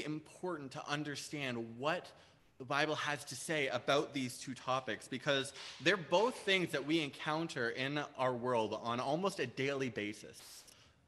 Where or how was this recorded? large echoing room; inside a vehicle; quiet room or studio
large echoing room